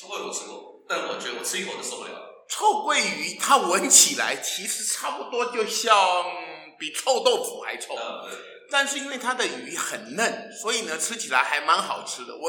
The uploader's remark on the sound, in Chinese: 因為第一次在教室錄音，所以出現像在防空洞裡的回音，先跟大聲說聲抱歉，也感謝您的諒解。